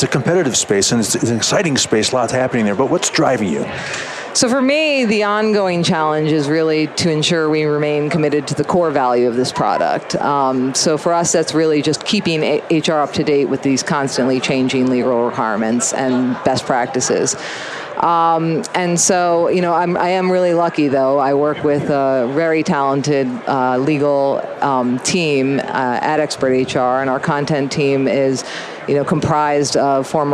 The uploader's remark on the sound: LIVE from Las Vegas, at #HRTechConf